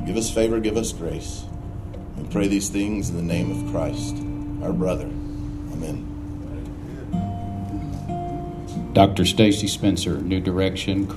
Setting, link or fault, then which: setting, busy venue